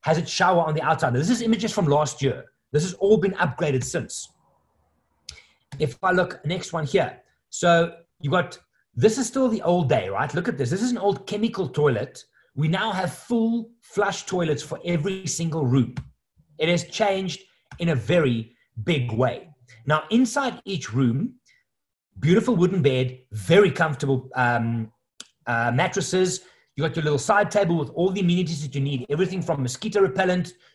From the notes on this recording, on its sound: the audio of a webinar that I recently hosted